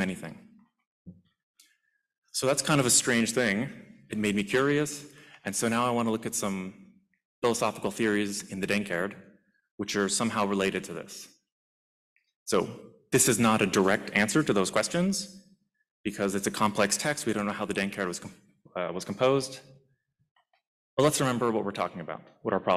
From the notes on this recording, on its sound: This lecture was part of the Zoroastrian Studies Symposium. Which took place at U of T.